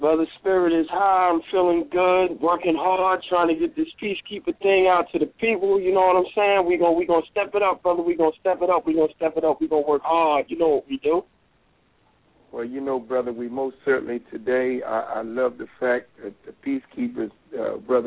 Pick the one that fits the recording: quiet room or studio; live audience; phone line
phone line